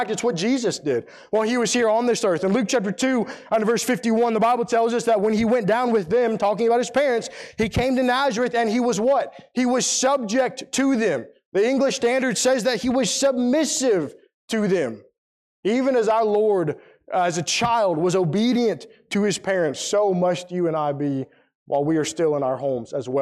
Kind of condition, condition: setting, large echoing room